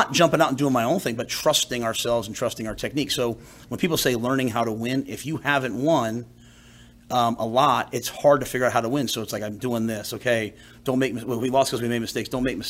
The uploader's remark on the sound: Monday press conference on 10/2/23